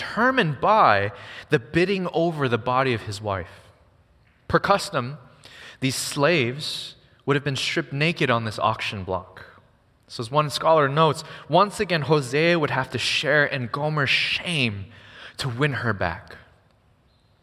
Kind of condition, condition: setting, large echoing room